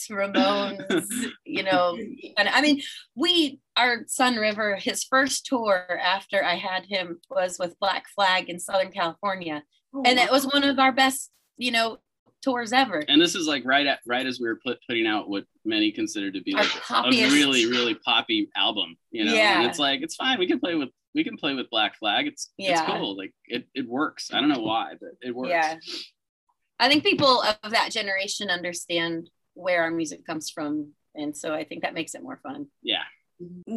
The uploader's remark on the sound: Via Zoom. Via Zoom.